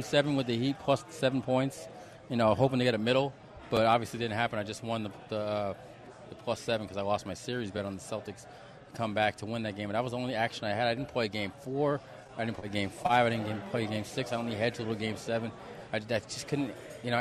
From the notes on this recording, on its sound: "Live" from #SteinersPub in Las Vegas